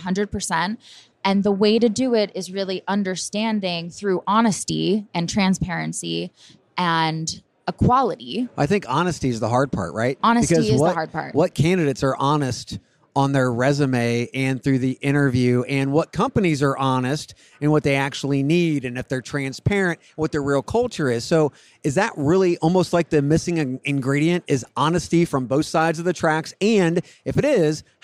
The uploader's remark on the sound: Recorded live at the HR Tech Conference from the Fuel50 booth in Las Vegas.